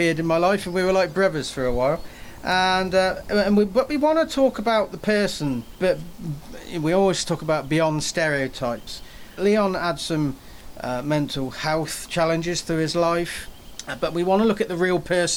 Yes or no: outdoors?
yes